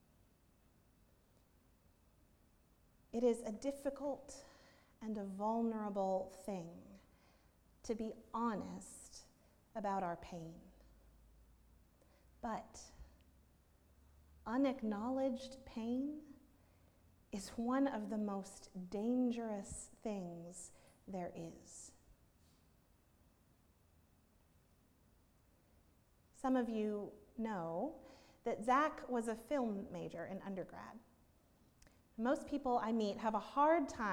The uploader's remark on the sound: At Northminster Church on October 13, 2019.